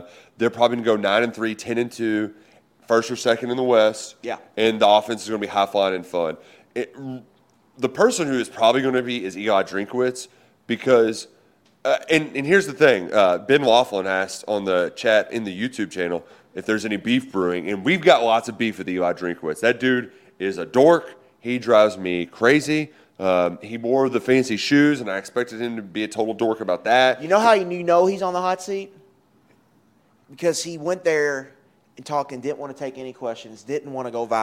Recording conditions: busy venue